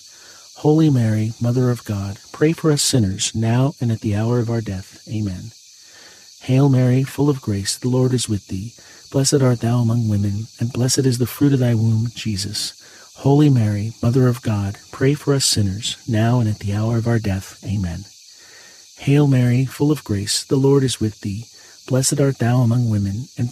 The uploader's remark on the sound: Get closer to nature and enjoy the soothing outdoor sounds of cicadas singing on a warm summer night alongside this Thursday rosary.